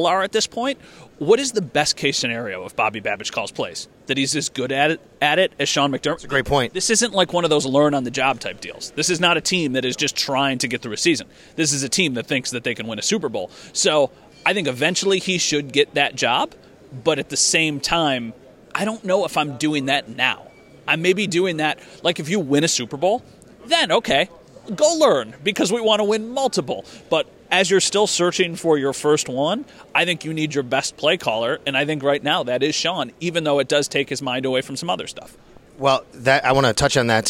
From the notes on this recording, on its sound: Live from the NFL Combine